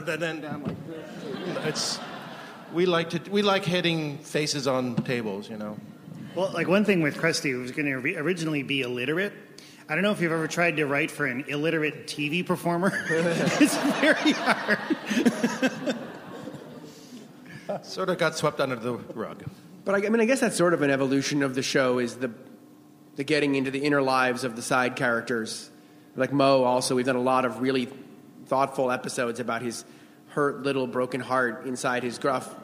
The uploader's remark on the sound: The Simpsons from ATX Television Festival. Recorded June 6, 2015 at ATX.